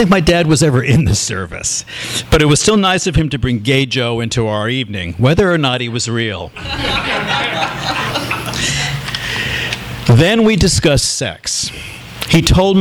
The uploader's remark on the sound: THIS EVENT WAS RECORDED LIVE AT SKYLIGHT BOOKS.